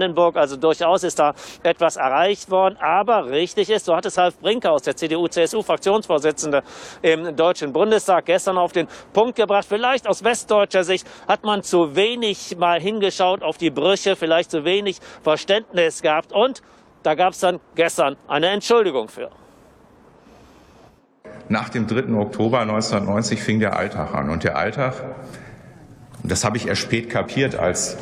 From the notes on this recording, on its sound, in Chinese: 发自2020德国统一日当天的庆祝活动现场。